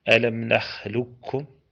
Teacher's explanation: وقع الخلاف فيها، هل يدغم القاف في الكاف إدغاما تاما بحيث تذهب حقيقة القاف وصفته ويشدد الكاف